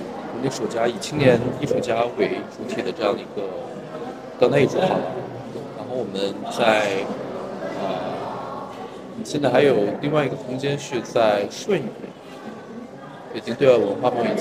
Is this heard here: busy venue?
yes